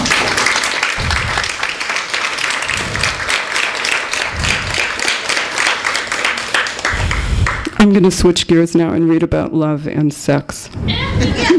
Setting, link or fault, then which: setting, live audience